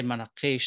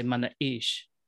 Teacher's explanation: people don't say manaqish, they say manaish, where that Q transforms and disappears into this glottal stop · Shown in: second take